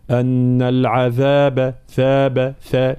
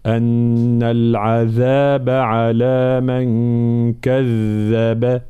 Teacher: إذا ما عطيتهاش حقها من الجهر تصير وكأنها ثاء · Shown in: second take · أن العذاب ثاب، ثاء، لا أن العذاب على من كذب. · Term: حرف الذال